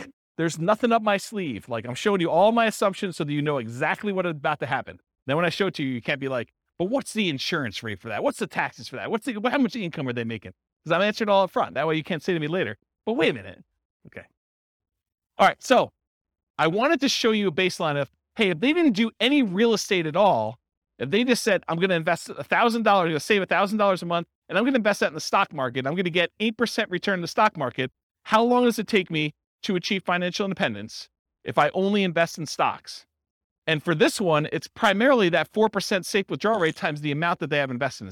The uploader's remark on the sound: This was a live class recorded